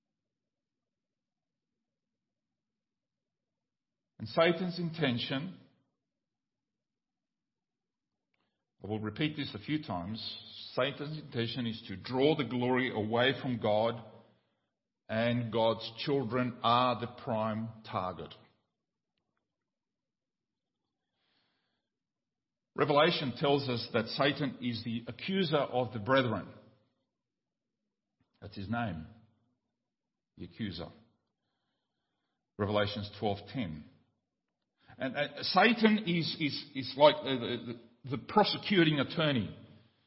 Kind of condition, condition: setting, large echoing room